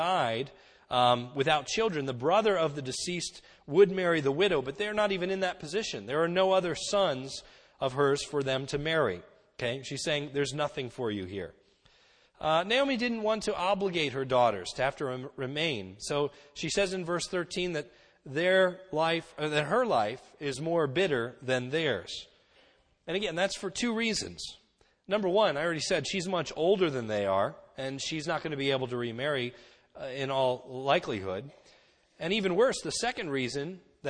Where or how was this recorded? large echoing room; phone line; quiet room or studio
large echoing room